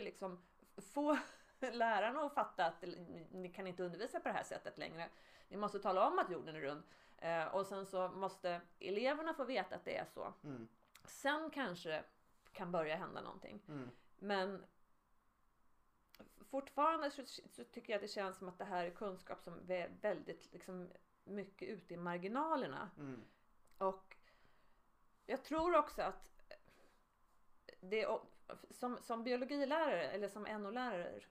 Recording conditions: uneven or low level